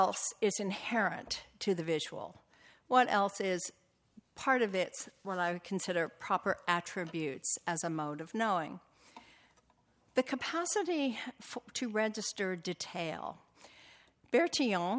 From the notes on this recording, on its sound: Recording of a lecture delivered on March 23, 2018